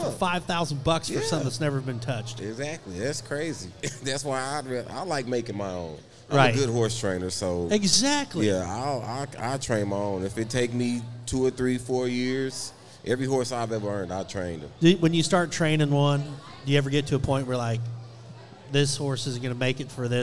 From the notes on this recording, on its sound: LIVE from Corpus Christi Buc Days WCRA Rodeo!